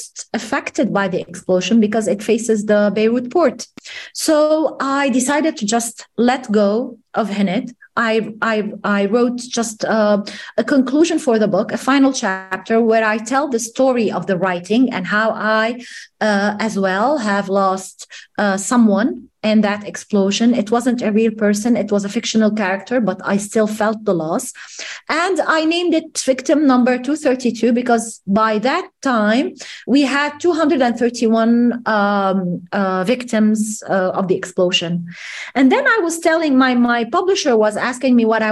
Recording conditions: video call